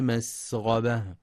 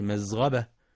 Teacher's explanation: ينتبه القارئ في كلمة مسغبة لتحقيق السين، حيث يخطئ بعضهم فيقرأ مسغبة بالزاي · Shown in: first take · مسغبة بدلا من السين، أو مصغبة بالصاد.